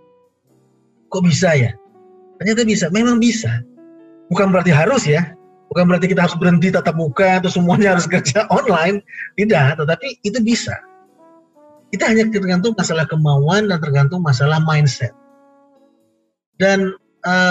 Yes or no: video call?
yes